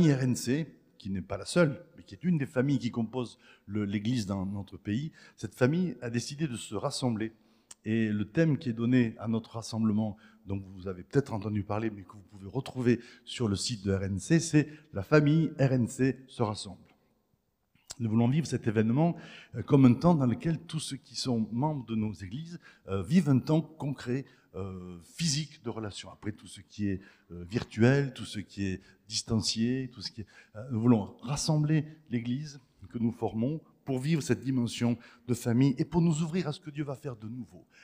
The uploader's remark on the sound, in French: Enregistré à l'église CVV, le 26/03/2023